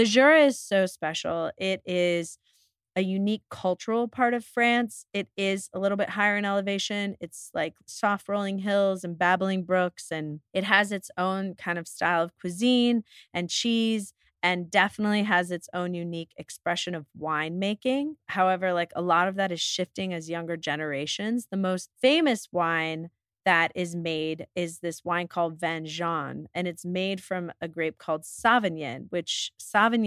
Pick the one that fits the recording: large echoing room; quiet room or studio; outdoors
quiet room or studio